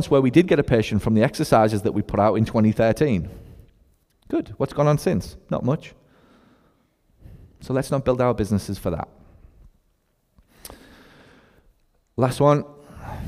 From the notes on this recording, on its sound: In today’s podcast my team has found an amazing clip of me speaking at SSPT LIVE! While I am live from stage.